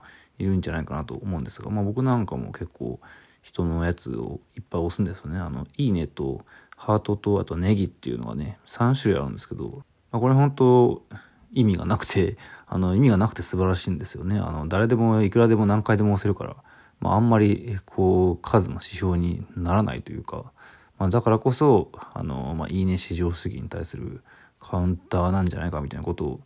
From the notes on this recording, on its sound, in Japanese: From Radiotalk。ボイスメモです。